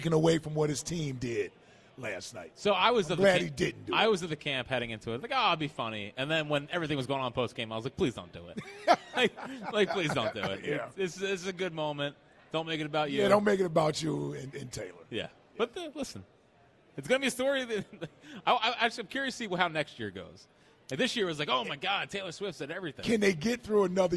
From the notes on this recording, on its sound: Live from Chickies in South Philadelphia